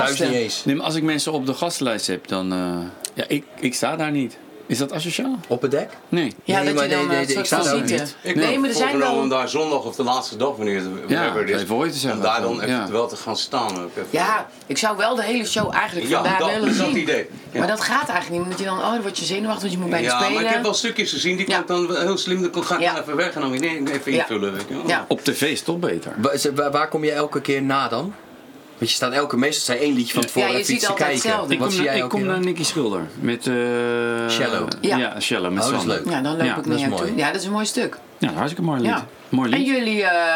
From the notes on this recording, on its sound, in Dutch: Er hangt een ontspannen sfeer in de Kleinste Kroeg van Nederland, backstage bij De Vrienden van Amstel LIVE